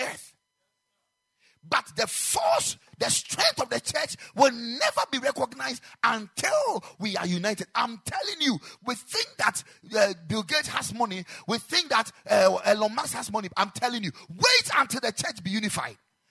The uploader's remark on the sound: Preached at the Ekklesia Chapel